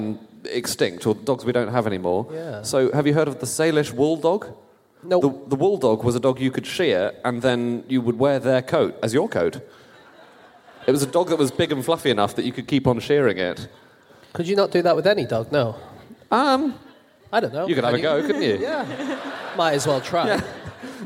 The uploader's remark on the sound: Live from Perth